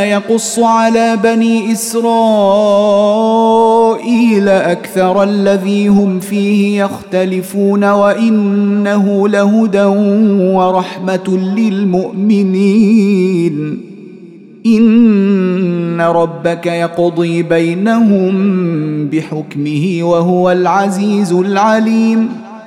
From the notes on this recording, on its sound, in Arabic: مسجل من صلاة التراويح بمسجد السلام بحي مشرفة بجدة.